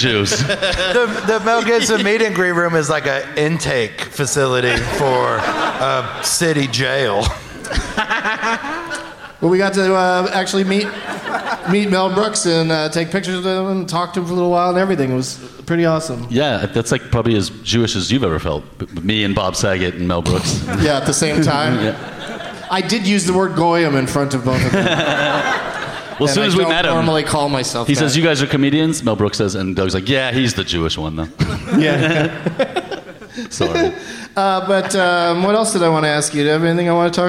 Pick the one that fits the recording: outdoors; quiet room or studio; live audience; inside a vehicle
live audience